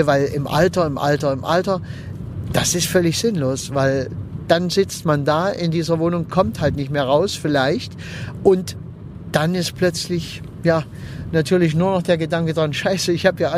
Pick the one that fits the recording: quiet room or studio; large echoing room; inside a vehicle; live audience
inside a vehicle